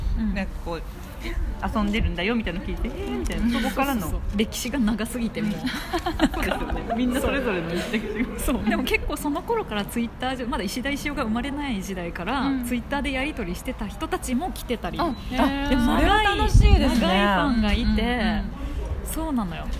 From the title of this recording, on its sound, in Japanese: 出張収録石フェス編